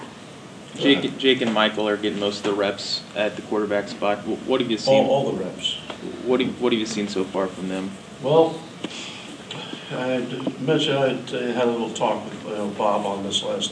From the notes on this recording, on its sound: Tuesday's news conference at KU